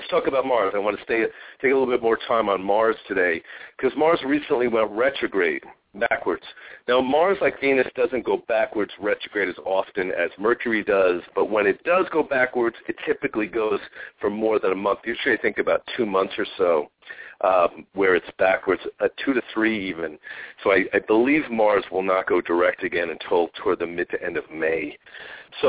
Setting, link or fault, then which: link, phone line